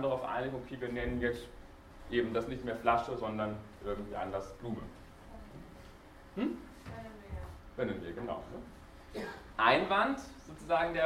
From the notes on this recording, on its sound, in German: Diese Vorlesung wurde von Studierenden aufgenommen